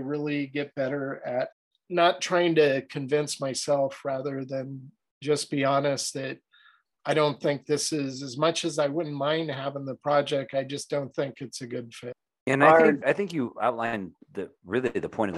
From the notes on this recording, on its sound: We're all different parts of the country. Through the magic of zoom we're here together.